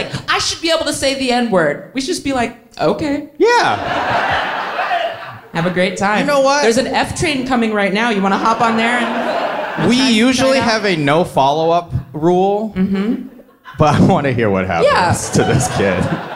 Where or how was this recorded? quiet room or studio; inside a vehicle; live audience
live audience